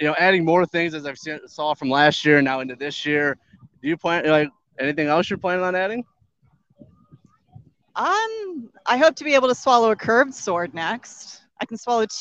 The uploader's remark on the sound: SCR Live From Motoblot